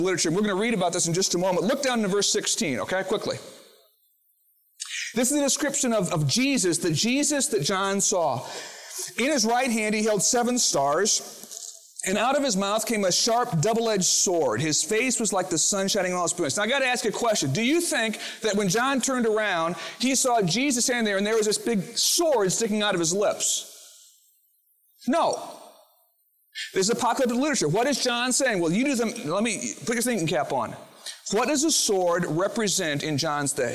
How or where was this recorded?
large echoing room